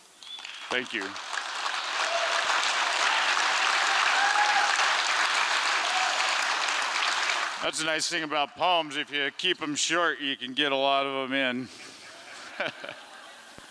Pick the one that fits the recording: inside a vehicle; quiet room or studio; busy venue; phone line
busy venue